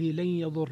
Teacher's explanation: هنا ترك الغنة في قوله لن يضروا